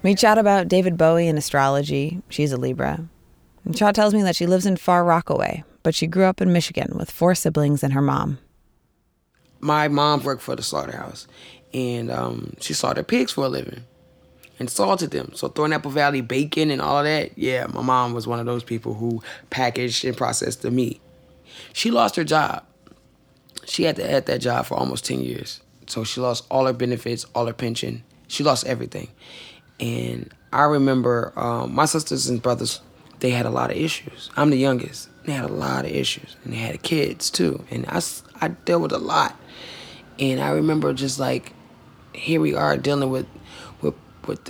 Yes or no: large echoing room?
no